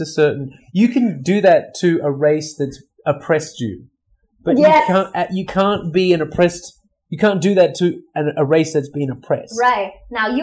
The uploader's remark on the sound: The audio and camera tech issues we experienced in this episode, unfortunately our studio microphones were not working at that time, and we also had a faulty camera.